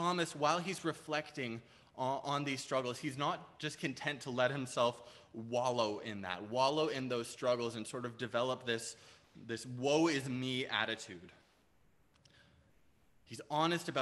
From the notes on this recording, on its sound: Preached on August 8, 2021 at Liberty Grace Church.